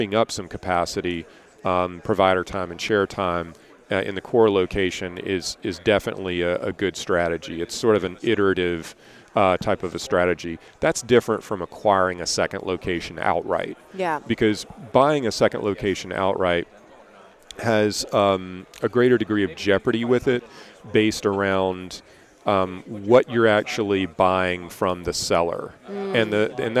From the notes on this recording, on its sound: episode recorded at the Voices of Dentistry Conference